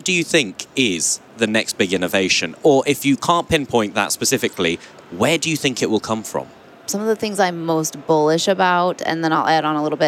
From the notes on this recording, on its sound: In this special edition, recorded at NRF Big Show 2018